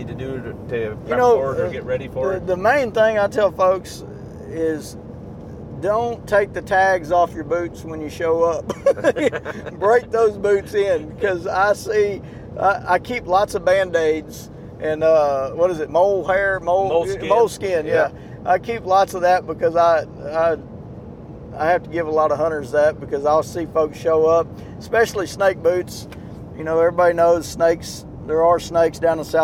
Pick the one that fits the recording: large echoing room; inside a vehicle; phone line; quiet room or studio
inside a vehicle